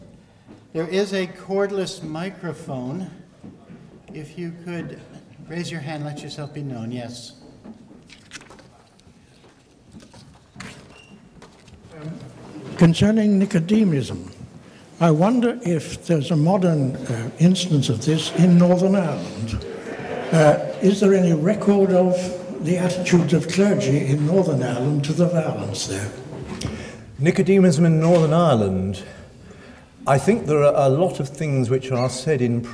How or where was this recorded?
large echoing room